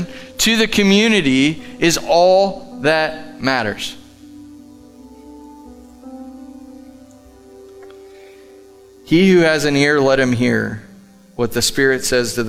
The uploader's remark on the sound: Live from The Summit Church in Dover, OH